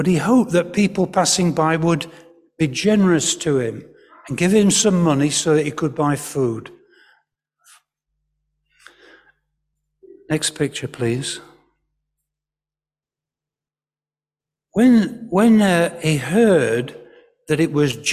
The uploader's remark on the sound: Because we had an all-age service. The audio file contains the words of the service in church.